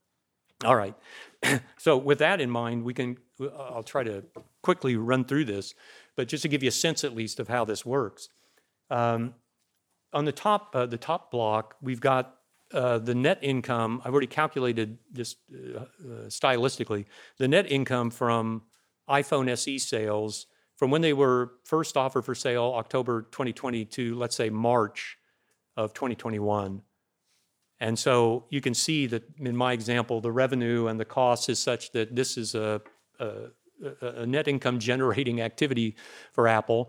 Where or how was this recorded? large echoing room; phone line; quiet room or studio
large echoing room